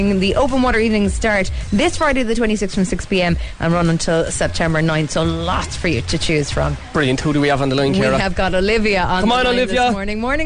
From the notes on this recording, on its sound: came live from the Garden at the Hibernian Hotel in Mallow